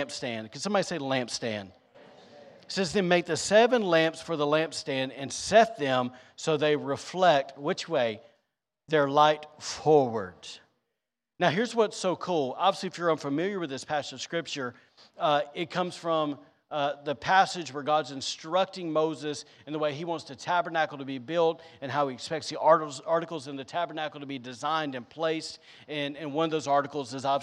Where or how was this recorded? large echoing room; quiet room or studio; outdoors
large echoing room